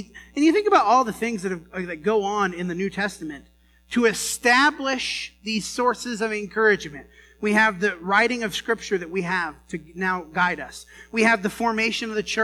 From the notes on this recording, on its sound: The first few minutes didn’t get recorded. This sermon was preached at the Dewey Church of Christ on September 15, 2019.